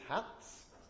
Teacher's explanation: And the morph used is the voiceless sound s.